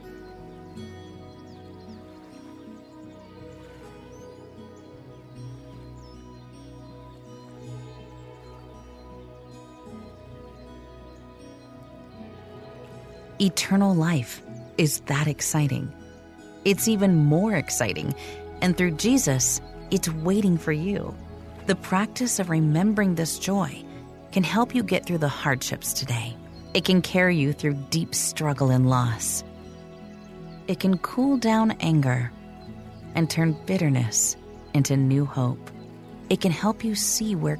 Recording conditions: sounds in the background